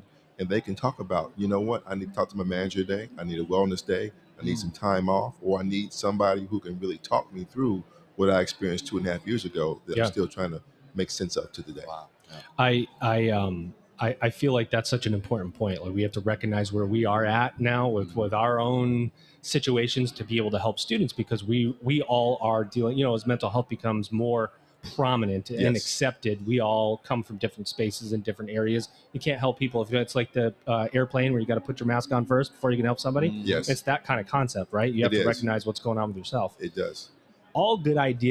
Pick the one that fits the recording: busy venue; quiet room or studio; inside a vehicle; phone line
busy venue